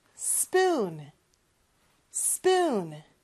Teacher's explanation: 역시 sp, 두 개의 자음이 있어요. 이럴 때는 뒤에 p 발음이 더 강하게 나야 되겠죠? 그러면 spoon, spoon, spoon 이렇게 많이 연습한 다음에 앞에 s 발음만 살짝 붙여주는 건데 이게 우리의 스하고는 조금 달라요.